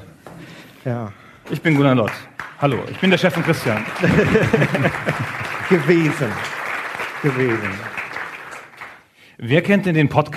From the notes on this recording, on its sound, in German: Liveaufnahme vom Auftritt der Herren Podcaster auf dem Game Fest in Berlin im April 2016